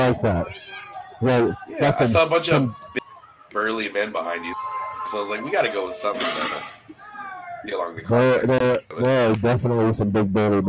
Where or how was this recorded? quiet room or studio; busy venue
busy venue